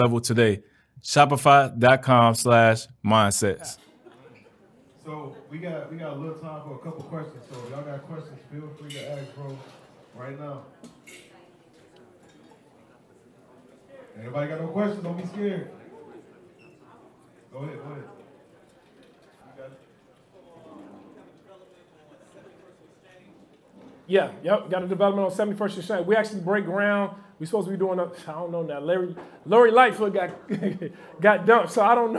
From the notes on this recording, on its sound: Live Podcast in Chicago.